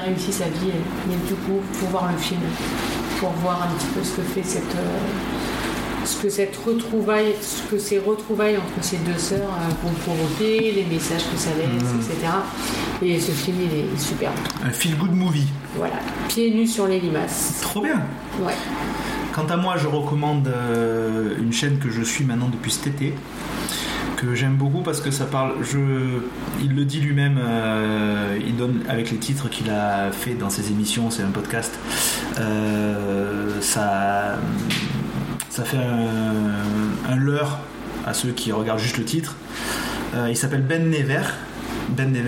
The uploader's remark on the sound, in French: Le bruit en fond est le souffle d'une chaufferie. Je réfléchis encore à la manière d'améliorer les conditions d'enregistrement.